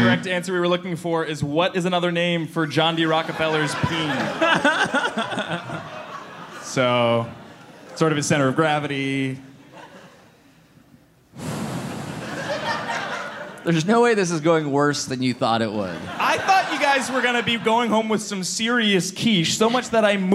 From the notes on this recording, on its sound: Live in NYC! At the first ever live Headgum Podcast show at the Gramercy Theatre in NYC.